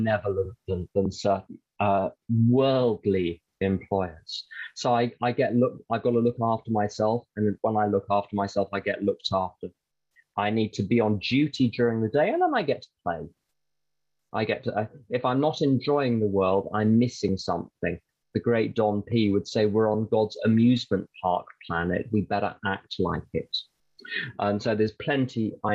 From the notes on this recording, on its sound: the Broken Elevator zoom meeting recorded in December of 2021